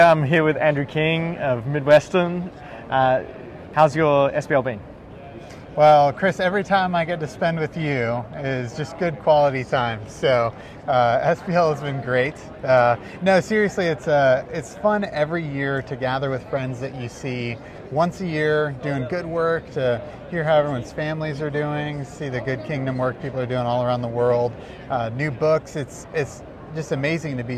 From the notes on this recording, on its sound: we shift to our live recordings in the book stalls with various colleagues enjoying the conference